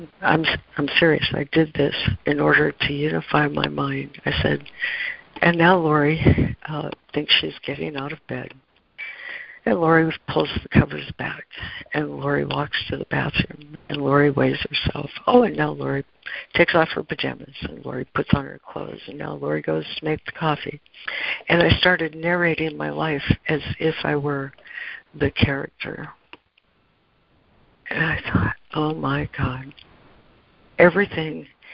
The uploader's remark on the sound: ACIM Daily Conference Call